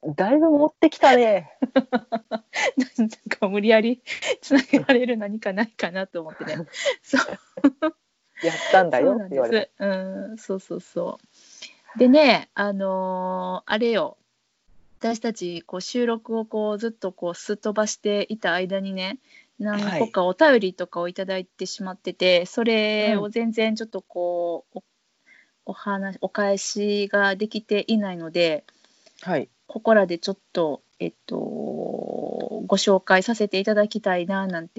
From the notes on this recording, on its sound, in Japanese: 久々のリモート収録です。